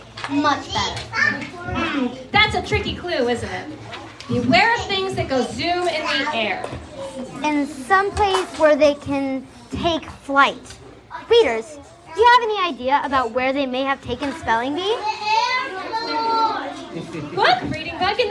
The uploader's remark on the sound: a special live episode, performed from The Reading Bug children's bookstore in San Carlos, CA.